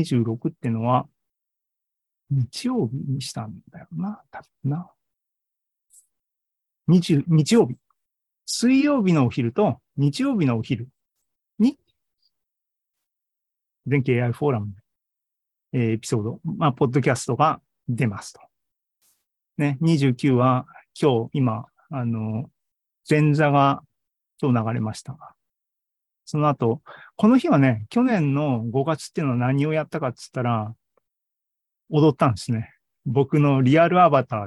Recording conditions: video call